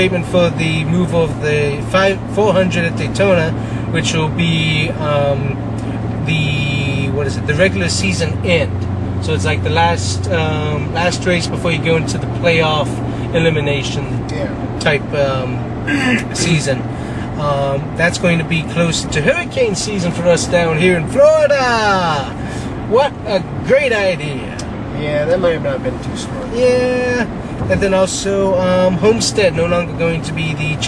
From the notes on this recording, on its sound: We Recorded this and the last episode while on our way to Cleetus And Cars.